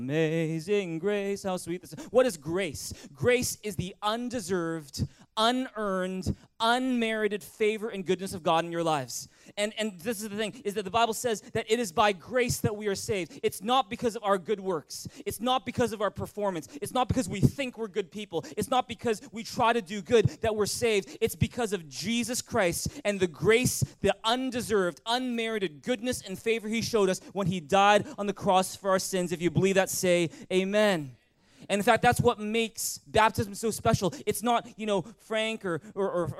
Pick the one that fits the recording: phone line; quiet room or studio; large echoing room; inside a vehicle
large echoing room